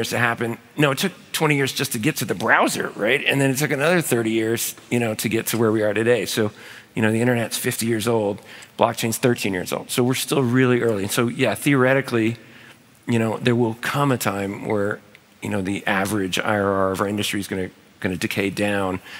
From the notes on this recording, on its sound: In this special episode recorded live at SALT NY.